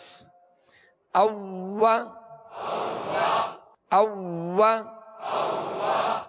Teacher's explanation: واؤں کو دونوں ہونٹوں کی گولائی سے ادا کریں گے